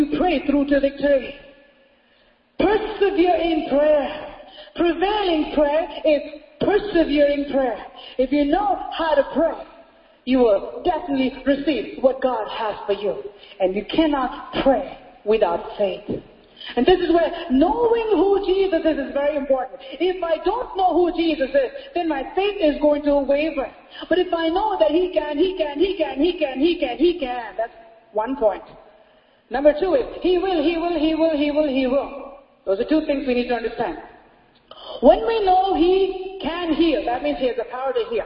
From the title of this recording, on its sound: Sunday Service Message